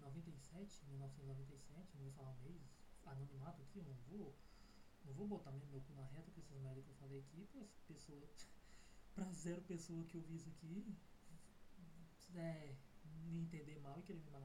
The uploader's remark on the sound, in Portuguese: essa merda com áudio ruim